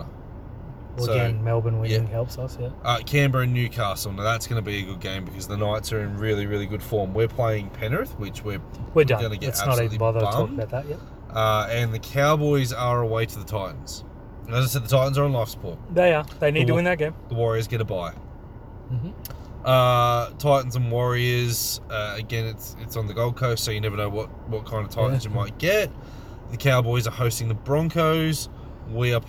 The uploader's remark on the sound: sit in the car and yell for half an hour